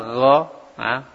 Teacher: Gho termasuk huruf ujung tenggorokan. Itu bersama dengan huruf kho. · Term: huruf gho